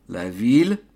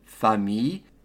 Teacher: city, la ville, pronounce the L's, famille, family, skip the L's